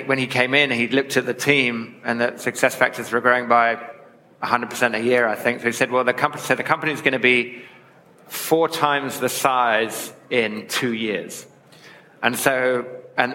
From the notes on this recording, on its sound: We take you back to the SaaStock18 stage for a panel discussion on what growth investors look for.